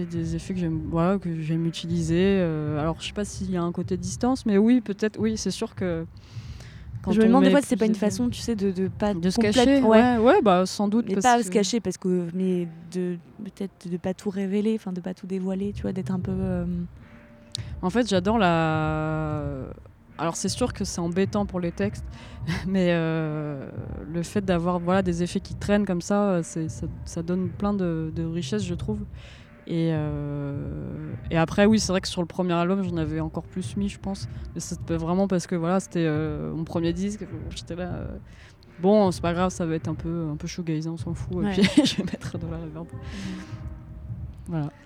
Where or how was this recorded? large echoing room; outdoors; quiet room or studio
outdoors